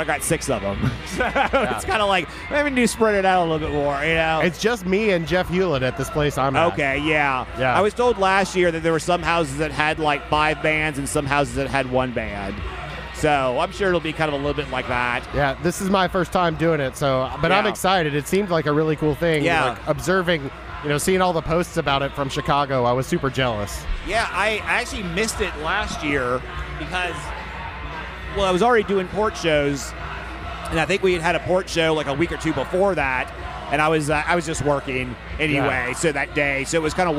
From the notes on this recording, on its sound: Live on the scene of the inaugural Midtown Con! At Black Lodge in Memphis, TN.